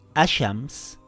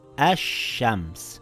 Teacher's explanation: I didn't read ashams, I read ash shams with two sheens. · Shown in: second take · If there is a moon letter after the alif lam, you pronounce the lam.